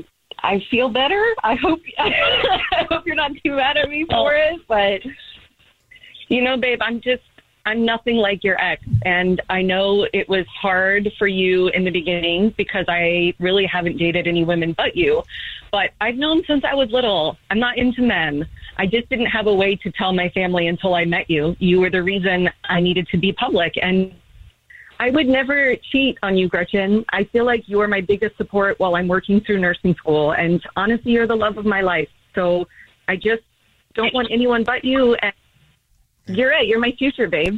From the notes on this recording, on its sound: There is a woman on the phone who thinks her girlfriend is cheating on her because of what she found in her car!